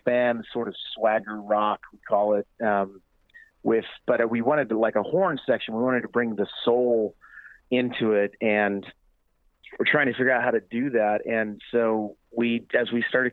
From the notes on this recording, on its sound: Recorded at Molineux. Joining us on the phone from the US.